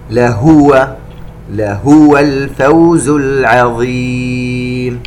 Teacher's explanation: ننتبه إخواني إلى الضمة التي على الهاء، ولا نسكنها لهو، وخاصة مع القراءة السريعة أو قراءة الحدر، إنما يجب علينا أن نوضح الضمة ونشبعها.